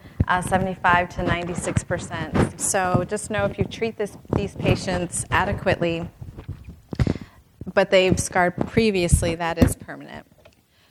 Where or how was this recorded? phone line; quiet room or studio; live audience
live audience